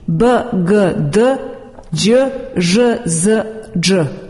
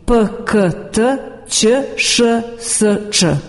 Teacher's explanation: Pri izgovoru zvučnih suglasnika glasne žice trepere, a u izgovoru bezvučnih glasne žice ne učestvuju. · Term: zvučni suglasnici